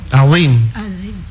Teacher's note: saat menyebut huruf dha pangkal lidah dinaikkan supaya dia jadi tebal